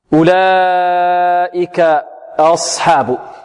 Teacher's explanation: صاد تخرج من طرف اللسان مع ما بين الثنايا العليا والسفلى، الصاد مستعلية يرتفع معها أقصى اللسان